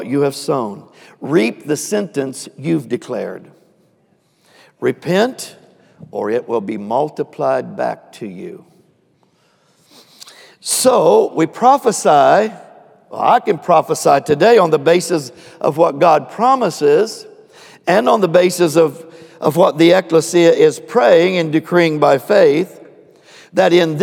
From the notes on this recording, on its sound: Recorded live on 10/24/21.